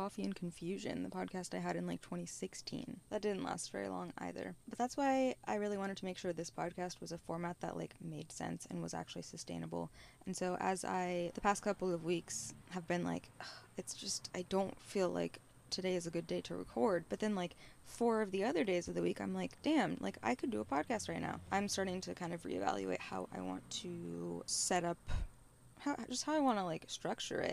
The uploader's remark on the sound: Live from a tesla near you. If you saw me driving my tesla around west hollywood holding a microphone...